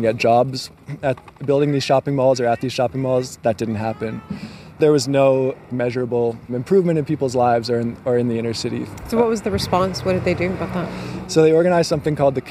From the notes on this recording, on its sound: Exploring Inner City Winnipeg. For a walking tour of inner-city history.